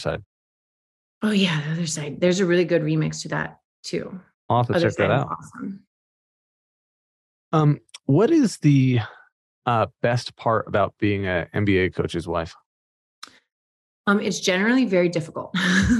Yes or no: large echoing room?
no